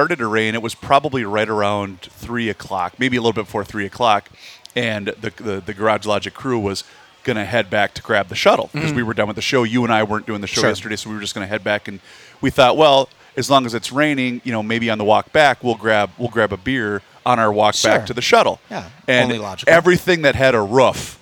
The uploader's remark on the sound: Our first show from the Minnesota State Fair in two years!!